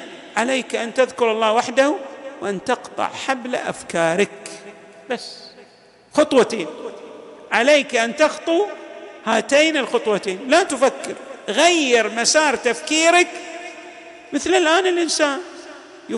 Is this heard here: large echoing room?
yes